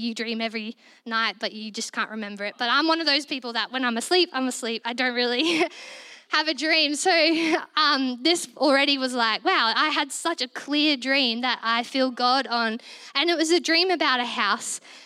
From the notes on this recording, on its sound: This was recorded in our Melbourne East service.